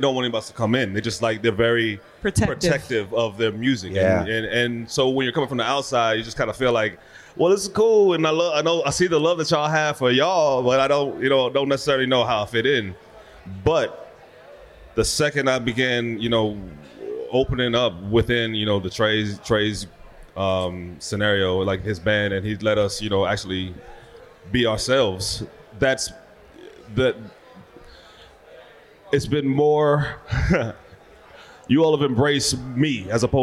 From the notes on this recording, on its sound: A Peach Music Festival Recap. Attending this incredible 4 day festival at Montage Mountain in Scranton, Pennsylvania. Podcast live from this iconic festival's 10th Anniversary.